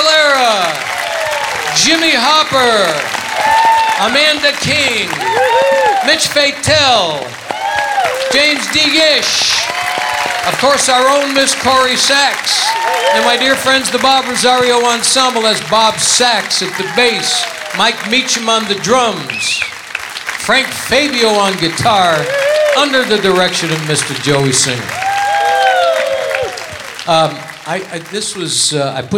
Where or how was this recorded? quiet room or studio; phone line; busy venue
busy venue